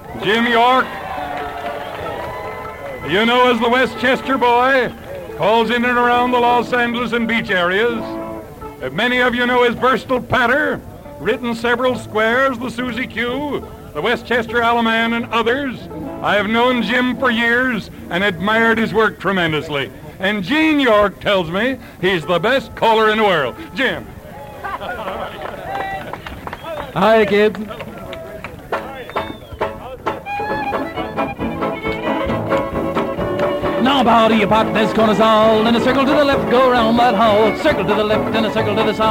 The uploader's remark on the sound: An estimated 15,000 folks danced under a clear sky on the Pacific Ocean with 35,000 spectators to cheer them on. The event was recorded. That reel-to-reel tape has been digitally remastered and is presented here.